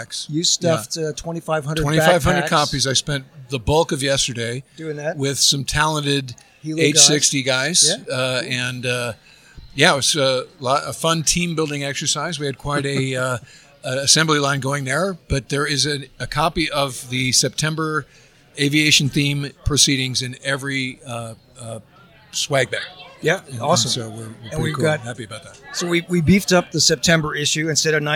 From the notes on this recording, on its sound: Live from Tailhook